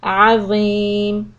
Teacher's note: tip of the tongue should come out for the letter ظ